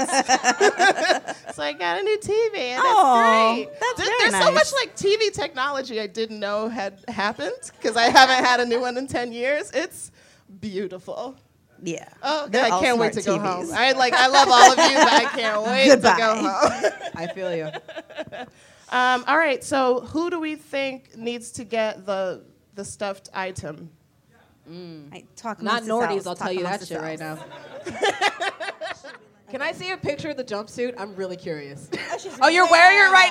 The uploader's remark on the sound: At our first-ever live show during San Francisco Sketchfest